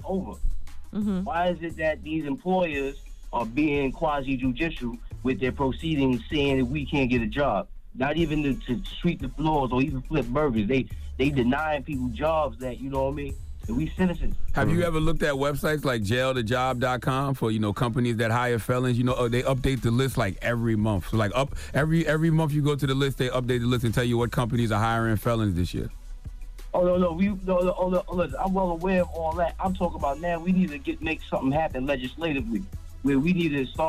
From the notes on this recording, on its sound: opened up the phone lines to see what our listeners thought